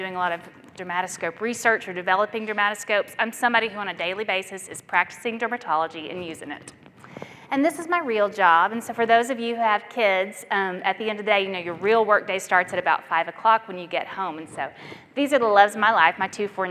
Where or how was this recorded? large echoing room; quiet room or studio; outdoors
large echoing room